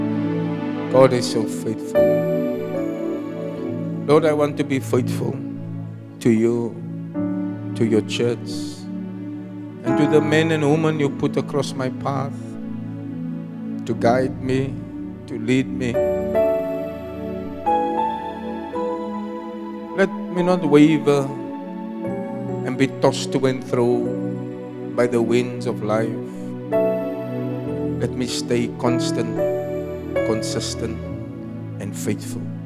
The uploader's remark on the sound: Preached at Zion Sanctuary, Cape Town on 19 November 2023